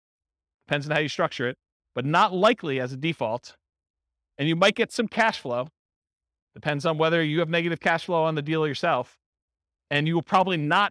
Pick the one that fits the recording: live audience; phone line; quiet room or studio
live audience